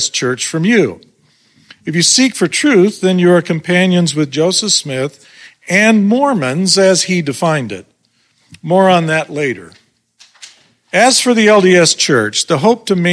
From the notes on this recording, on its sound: This lecture was delivered at the Sunstone Symposium in Sandy, UT on July 29th 2023.